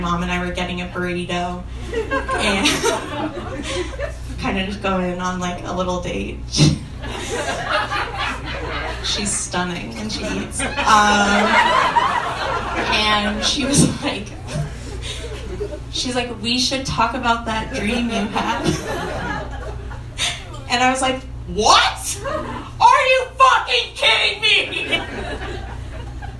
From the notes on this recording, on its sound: This week’s episode features two live stories.